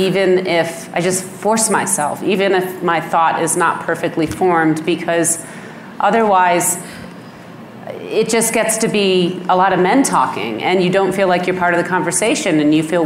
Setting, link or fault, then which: setting, busy venue